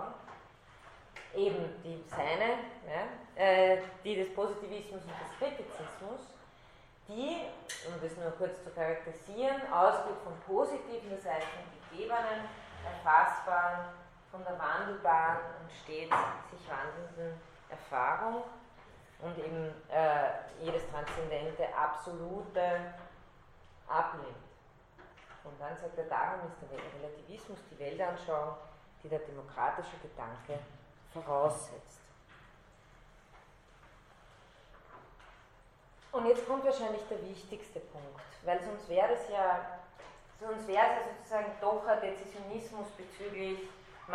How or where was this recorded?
large echoing room